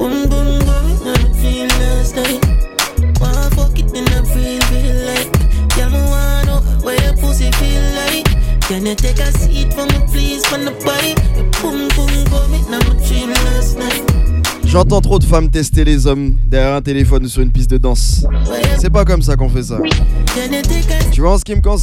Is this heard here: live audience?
no